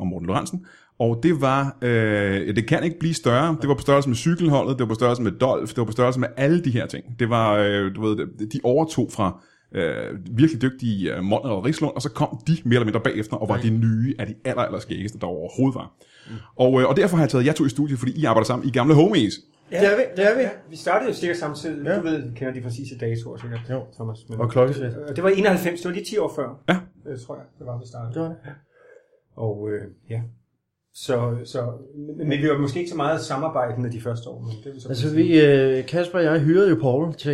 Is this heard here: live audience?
no